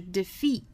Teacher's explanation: 最后的这个 defeat 第一个元音是短元音 e 第二个元音是长元音 e